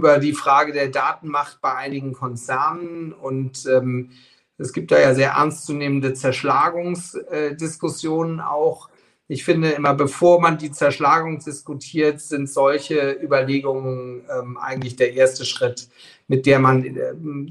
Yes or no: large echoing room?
no